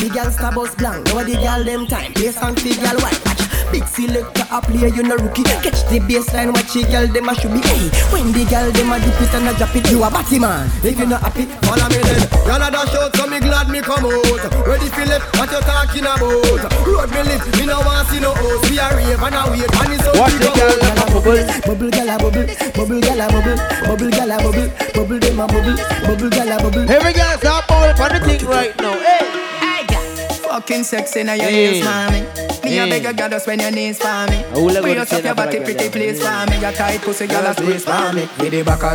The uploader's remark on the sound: LIVE AUDIO FROM FREAKY GIRLS BOAT CRUISE.